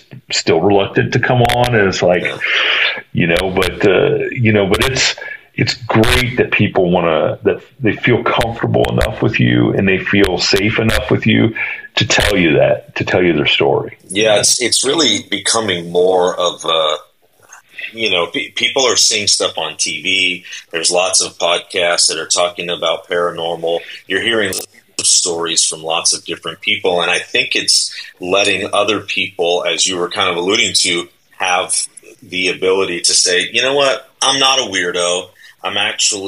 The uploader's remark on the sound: Our apologies in advance for the poor audio content. We were out of town and were having all kinds of internet and technical issues.